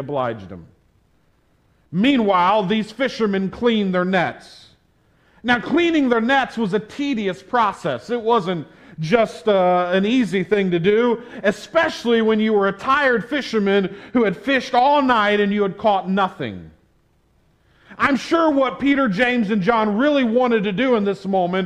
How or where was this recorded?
large echoing room